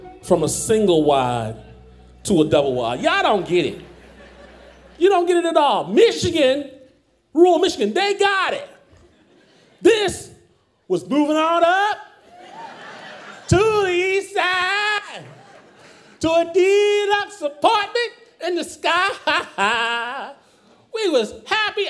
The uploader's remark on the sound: Performed live in Portland at Revolution Hall.